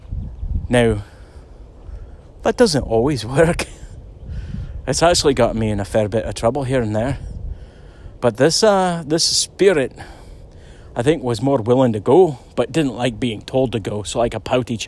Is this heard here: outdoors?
yes